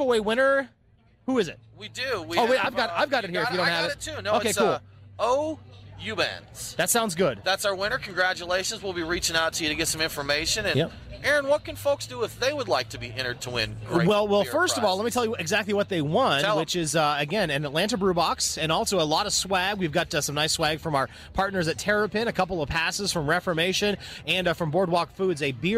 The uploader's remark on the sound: Live from TinyPalooza Craft Beer Fest. Go LIVE in Snellville, Georgia for TinyPalooza at Lincoln Fill Station.